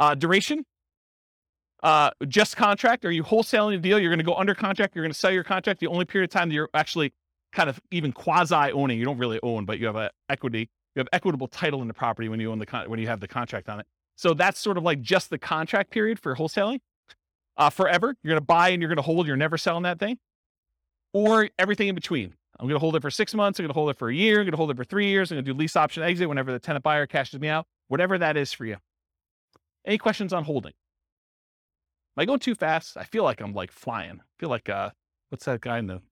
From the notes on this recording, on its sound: This was a live class recorded